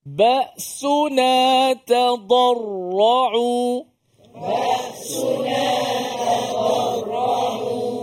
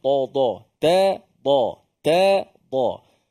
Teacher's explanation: Makhraj dad yang berada pada tepi lidah. · Shown in: first take · Term: huruf dad